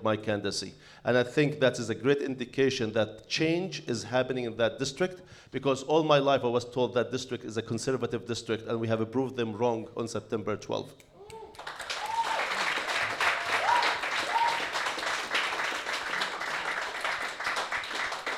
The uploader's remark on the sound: This is our LIVE TAPING episode